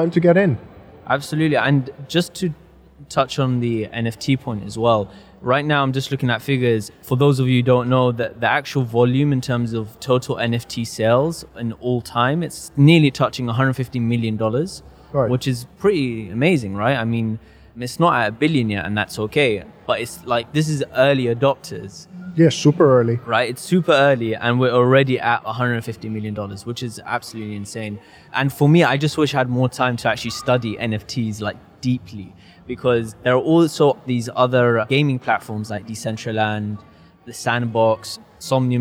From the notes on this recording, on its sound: We're super excited to be recording this episode live at the Future Blockchain Summit which was part of Gitex 2020 in Dubai, one of the only in-person events that took place in this crazy 2020 year.